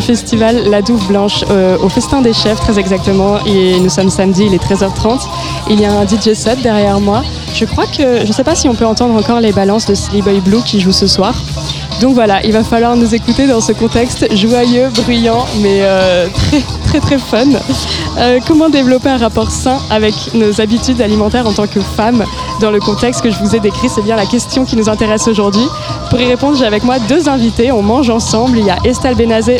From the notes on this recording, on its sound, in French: En direct de La Douve Blanche. Enregistré au festin des chef·fes du festival de la Douve Blanche.